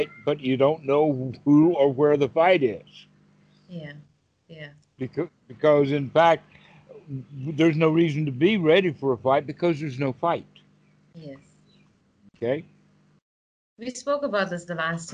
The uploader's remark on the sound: skype calls on this channel